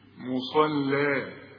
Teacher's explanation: الاول الصاد على هيئه قبله مصا، وبعدين اللام كانك بتبتسم لي مصلى